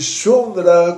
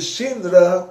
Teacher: Tem a pronúncia da Áustria, da Hungria, da Polônia, que lá o U é I. · Shown in: second take · E tem a pronúncia dos outros, que o U é U.